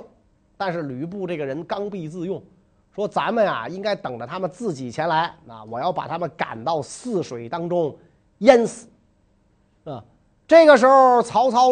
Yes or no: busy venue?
no